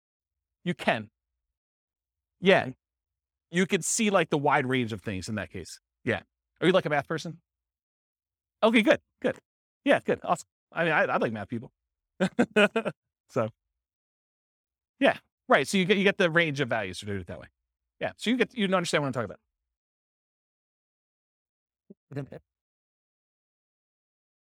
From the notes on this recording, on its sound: This was a live class recorded